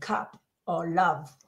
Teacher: It's a relaxed, neutral sound. Your tongue stays in the middle of your mouth. The other one with the tongue was relaxed, now is in the middle of your mouth, and your lips are not rounded.